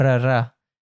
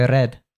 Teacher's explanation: they do that tap R, rolling R in Scottish accent